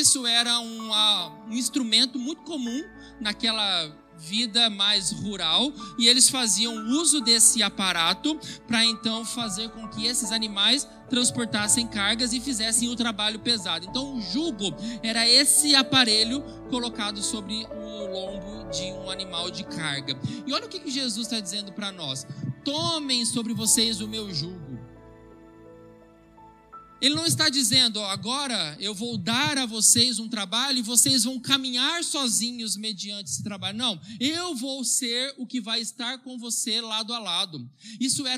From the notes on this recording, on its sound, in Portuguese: Gravado em 20/02/2022 na IPB em Santo Anastácio|SP